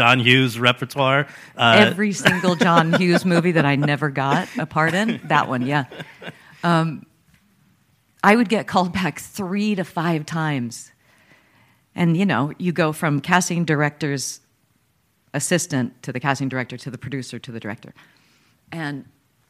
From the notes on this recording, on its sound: In front of an audience at the Karlovy Vary International Film Festival